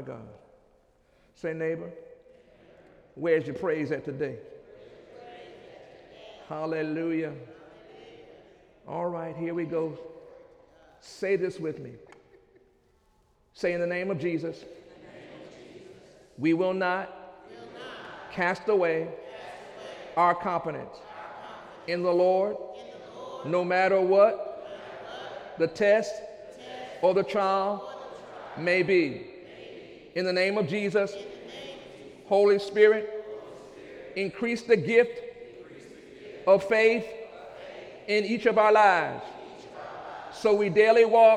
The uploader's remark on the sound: During Sunday morning service on July 5, 2015